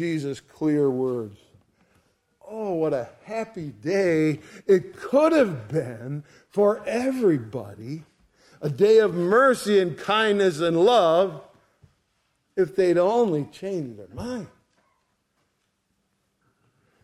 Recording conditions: large echoing room